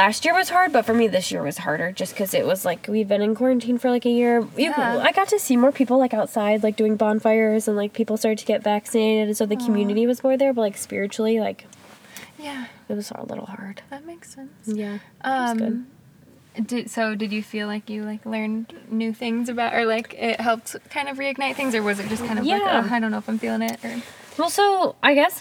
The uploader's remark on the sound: Hop in the car with them as they chat in the parking lot of Custard Time, the ice cream store they grew up working.